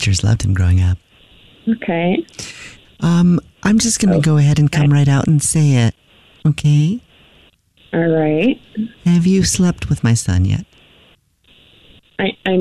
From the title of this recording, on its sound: Phone Prank